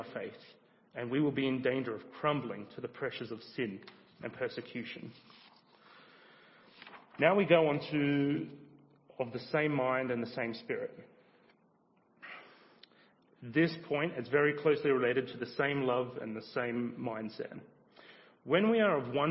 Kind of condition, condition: setting, large echoing room